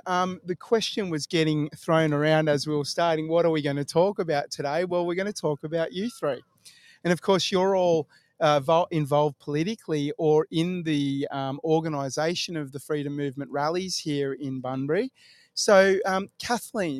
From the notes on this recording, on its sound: Live from Railway Memorial Park Bunbury.